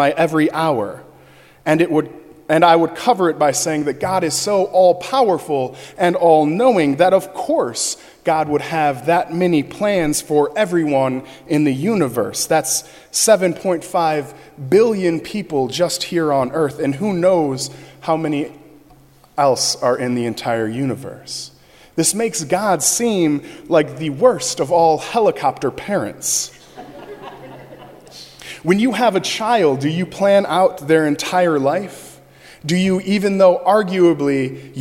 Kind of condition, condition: setting, large echoing room